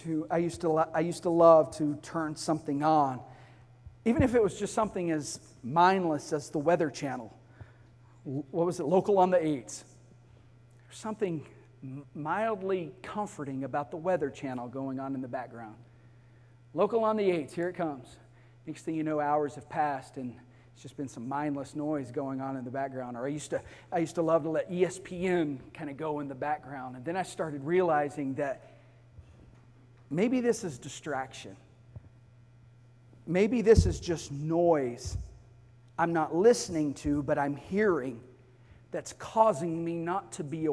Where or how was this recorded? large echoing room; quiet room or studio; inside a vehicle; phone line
large echoing room